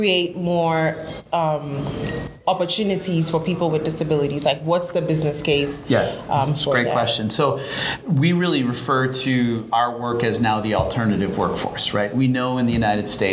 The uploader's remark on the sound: live at ANTEC® 2022